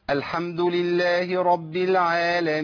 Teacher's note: يعني اقول الحمد لله رب العالمين، مد عرض السكون، المد عرض السكون عندي للامام ورش كله 6